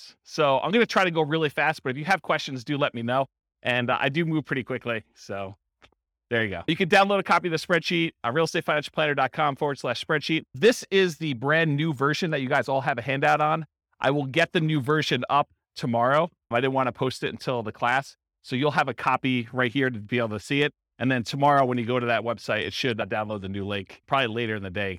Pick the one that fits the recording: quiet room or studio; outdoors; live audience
live audience